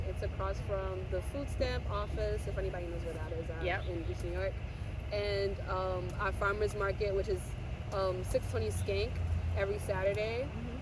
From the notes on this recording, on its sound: On location at East New York Farms! Located in East New York Brooklyn.